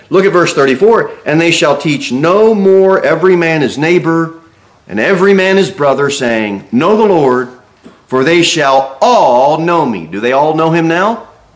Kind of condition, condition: setting, large echoing room